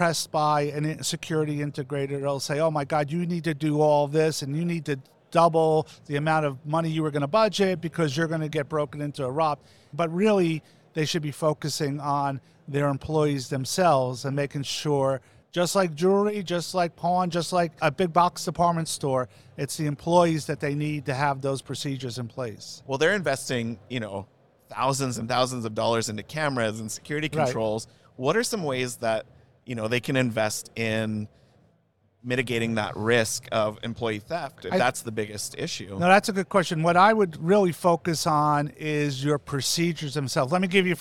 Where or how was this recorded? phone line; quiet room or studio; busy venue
busy venue